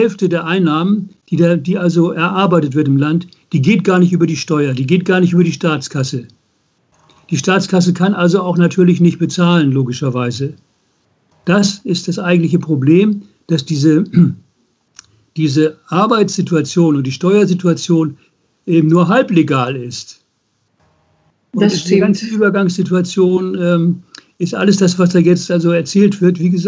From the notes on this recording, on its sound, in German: Ungeschnittenes Interview als Audio-Podcast. Per Skype.